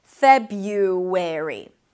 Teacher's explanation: So maybe that would help you pronounce the U sound more clearly, February. Now, you can drop actually the first R and pronounce it as Feb-U with a Y instead